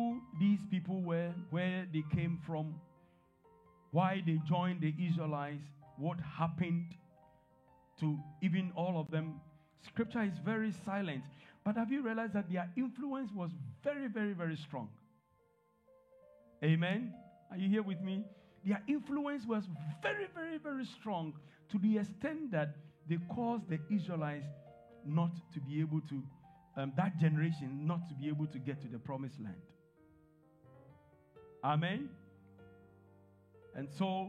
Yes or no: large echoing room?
yes